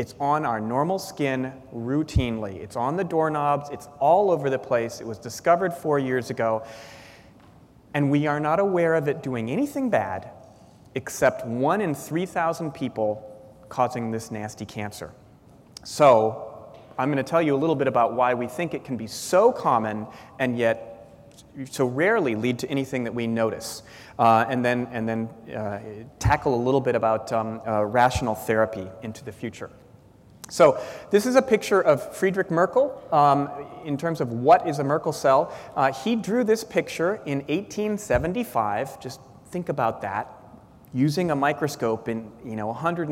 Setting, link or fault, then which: setting, large echoing room